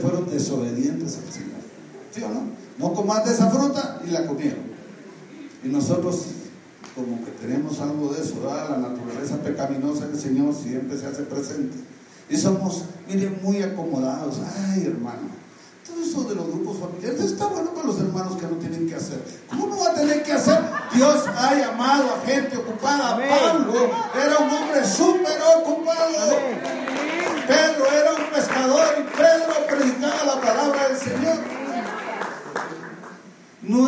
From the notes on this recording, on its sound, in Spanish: Audio del Servicio del 08 de Septiembre de 2019 de Iglesia Lluvias de Gracia expansión san Lucas